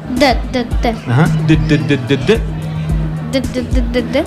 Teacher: You feel that the air is blocked, right, with this d sound?